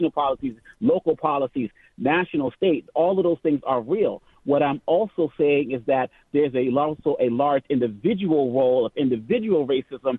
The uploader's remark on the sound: Then we take phone calls.